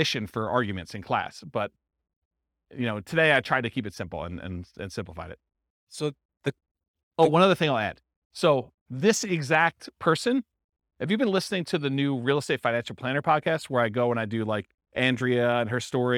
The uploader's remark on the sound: This was a live class recorded